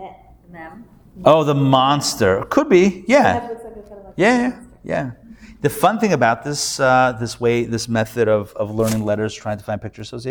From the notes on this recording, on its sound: Recorded Live at The Torah Center ATL on Thursday, August 10, 2023